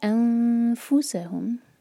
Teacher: نون پر اخفاء فا کے لیے زبان تیار